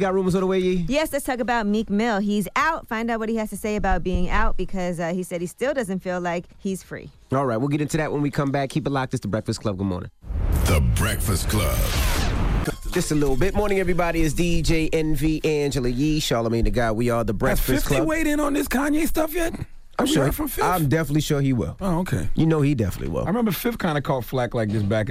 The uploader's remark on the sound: We had to open up the phone lines and see what our listeners thought about …'s comments about Trump.